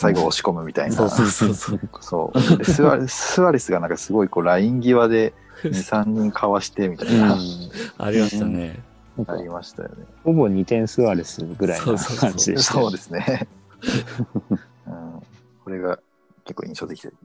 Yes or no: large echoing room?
no